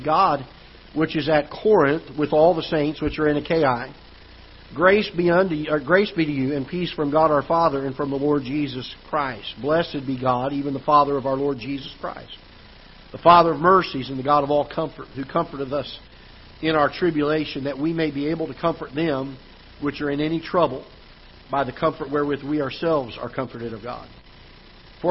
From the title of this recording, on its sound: Ketha Heights Baptist Church ~ Live Broadcast